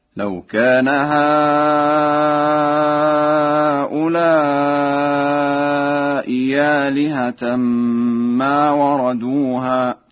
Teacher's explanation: قرأها ورش بإبدال الهمزة الثانية ياء خالصة